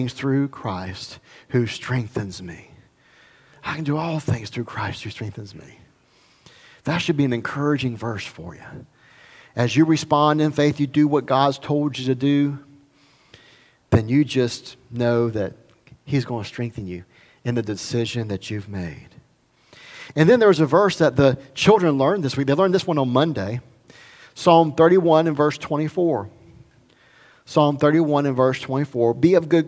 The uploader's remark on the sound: recorded at Highland Baptist Church Molino, FL